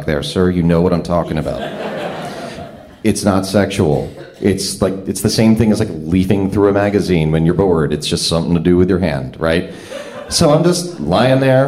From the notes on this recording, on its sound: Live From Philly 4! Tell stories at our latest trip to the City of Brotherly Love.